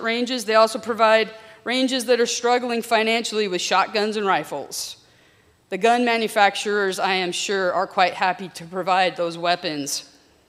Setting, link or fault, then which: setting, large echoing room